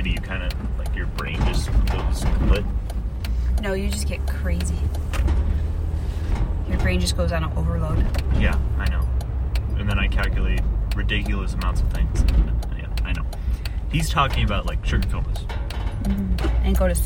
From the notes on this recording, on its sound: Car Ride. Not know we were recording!!